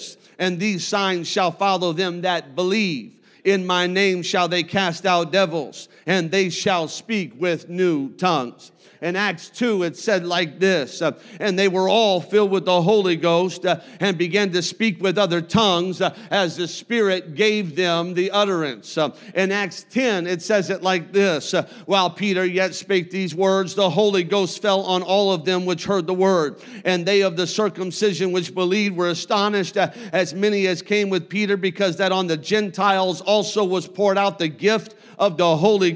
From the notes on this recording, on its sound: a service recording from Connect Point UPC